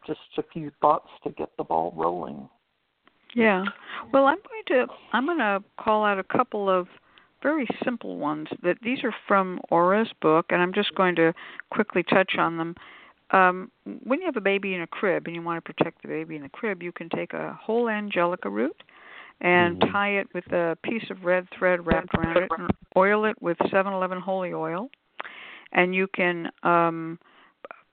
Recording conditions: phone line